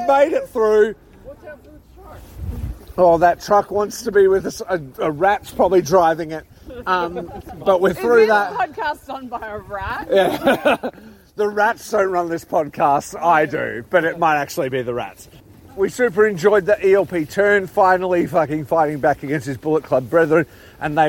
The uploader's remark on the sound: Sakura Genesis Live Reactions! Reporting live on his way home from Ryugoku Sumo Hall, (by way of a bar or two.) Hear the immediate reactions from people who watched SANADA’s crowning live, (Then had a rager in Akihabara.)